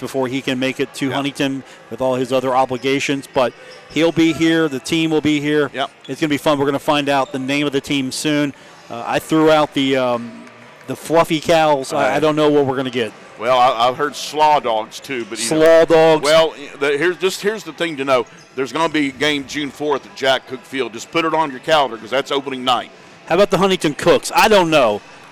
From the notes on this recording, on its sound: broadcasts live from the Cam Henderson Center on the campus of Marshall University